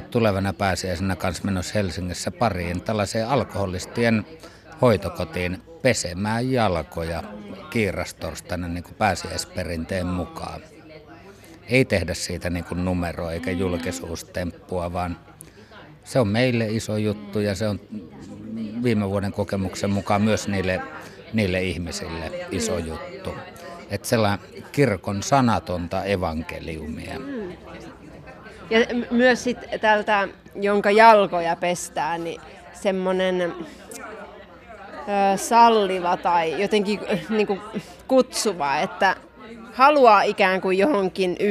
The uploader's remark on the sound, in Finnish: Ohjelma on äänitetty tutkijoiden ja järjestöväen työpajassa Seinäjoella.